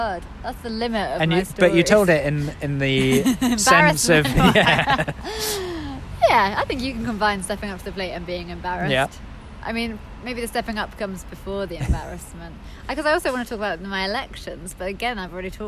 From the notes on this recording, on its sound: Live! From a park in Angel, hence the traffic noise!